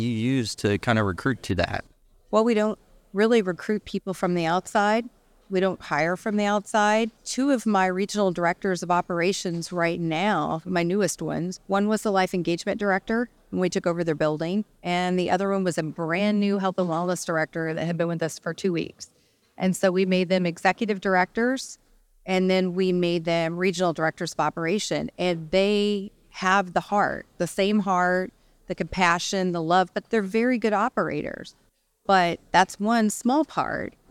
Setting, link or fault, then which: setting, busy venue